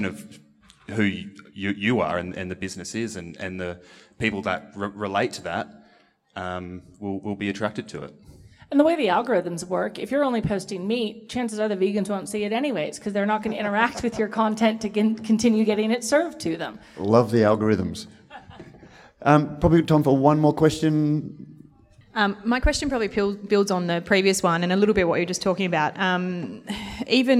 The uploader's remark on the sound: This panel discussion was recorded as the recent Western Australian Brewing Conference in Perth.